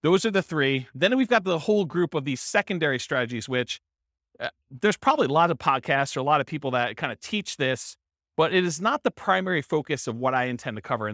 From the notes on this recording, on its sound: This was a live class recorded